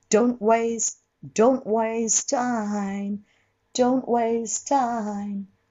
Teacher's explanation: don't の t は弾かないで、これもどうせ、don't の n でベロついてるので、つけっぱなしにして、waste に行けば、ベロは自然に剥がれるので、それで、これもあんまりスペースがないので、don't ってあんまりできないので、don't waste time, don't waste time,タララン、don't wastetime。それで、waste は、イが、多分弱めになっちゃう。なんとか waste みたいなので、キュッと入れる。waste, don't waste, waste